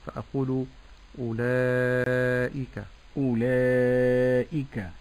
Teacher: نعم، ونلاحظ هنا أن الألف أتى بعدها همزة، وهذا مد متصل، فأمد بمقدار أربع حركات أو خمس حركات